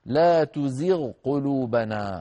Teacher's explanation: رابعا لا تزغ قلوبنا، هو من المتقاربين وهي بالإظهار للجميع، للجميع يعني للقراء العشرة كلهم يظهرون الغين عند القاف